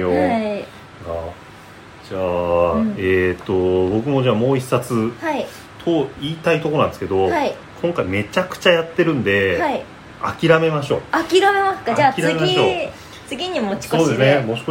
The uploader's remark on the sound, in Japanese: 録音の不備により、多少のノイズが混ざっております。